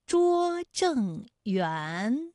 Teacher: 园的韵母是乌安，它就是前鼻韵母